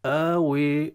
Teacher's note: انتقال من الترقيق إلى التنحيف أكثر إلى الإمالة اللي هي قريبة من الكسر، أو بالعكس إلى التفخيم.